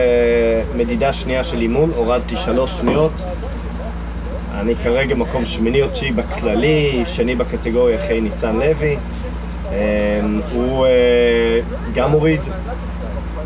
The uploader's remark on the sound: LIVE from the Golan Heights Hill Climb.